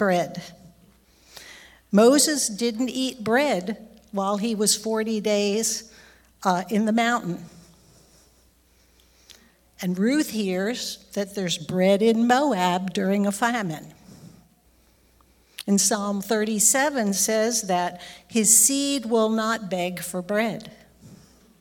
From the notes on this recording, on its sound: recorded live on Sunday, January 15th, 2023, at Newark United Pentecostal Church.